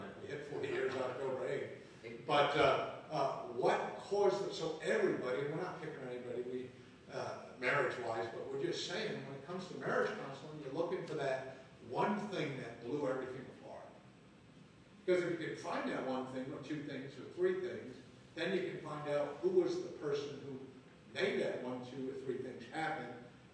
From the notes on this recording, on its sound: Live from Camp Joy Healing 3.